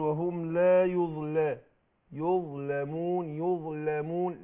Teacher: أفصل بين الظاء واللام في التفخيم والترقيق